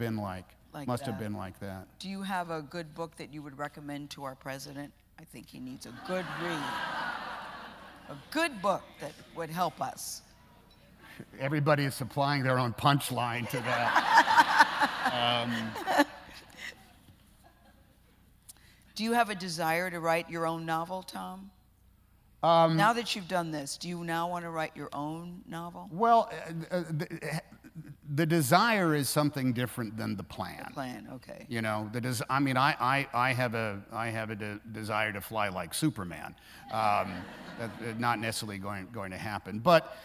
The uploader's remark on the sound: recorded on November 1, 2018 in front of a live audience at New York's 92nd Street Y